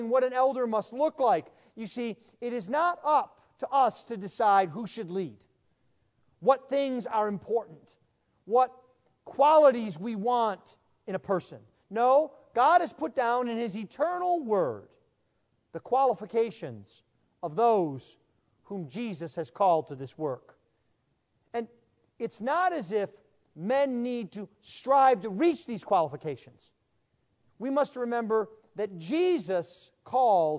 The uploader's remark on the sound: Sermon preached at the installation service